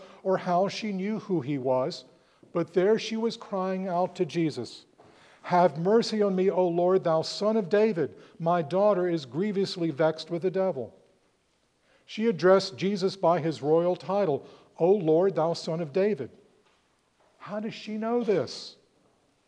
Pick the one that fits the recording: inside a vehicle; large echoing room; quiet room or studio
large echoing room